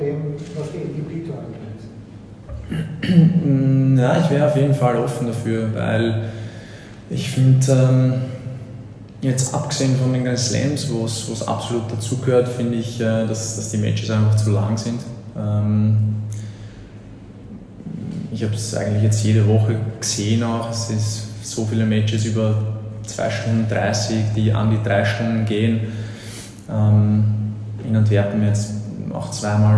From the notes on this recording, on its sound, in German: Live vom Trainingscourt in der Wiener Stadthalle